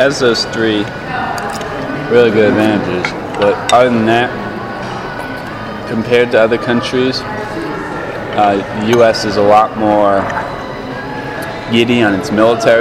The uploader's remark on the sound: This interview was conducted during our Sunday morning breakfast, so the sounds of the dining hall are quite audible in the background.